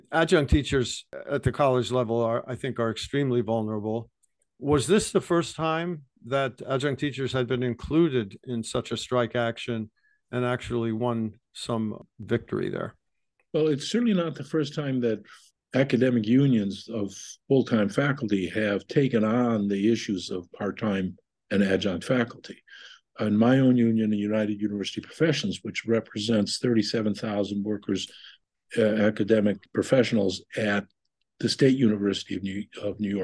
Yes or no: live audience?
no